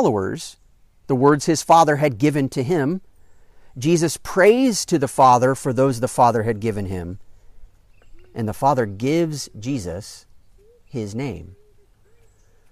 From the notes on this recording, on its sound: during an outdoor worship gathering